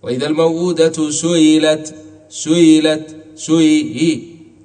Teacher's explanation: همزة مكسورة وقبلها ضم تسهلها كالياء لأنها مكسورة · Term: بين بين